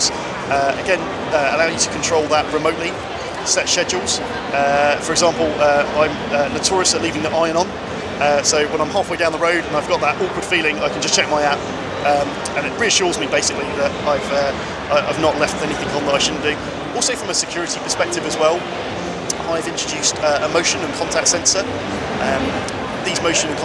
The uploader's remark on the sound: In the third of my smart home interviews from Gadget Show Live.